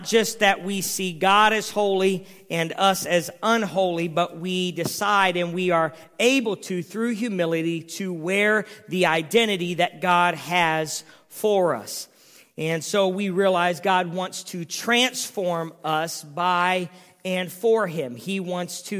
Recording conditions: large echoing room